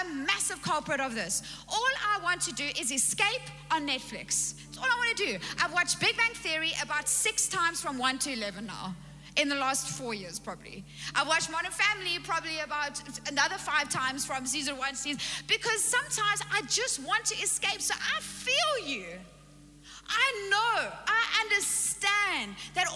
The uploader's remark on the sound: Recorded live on Sunday the 7th November 2021